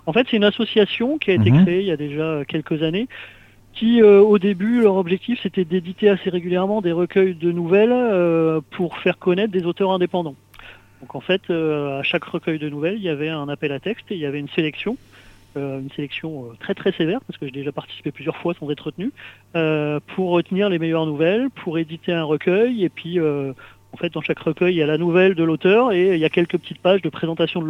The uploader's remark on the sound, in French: reçoit par téléphone